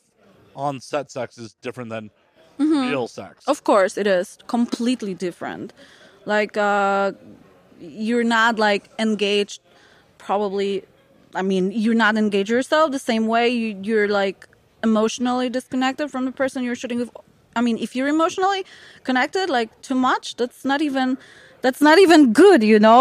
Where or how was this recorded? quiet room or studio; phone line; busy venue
busy venue